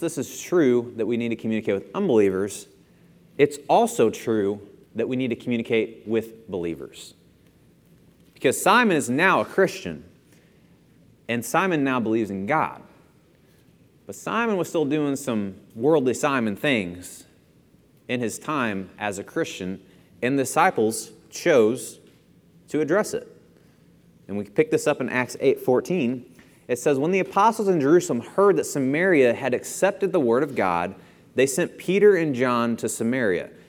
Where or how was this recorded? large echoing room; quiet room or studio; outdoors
large echoing room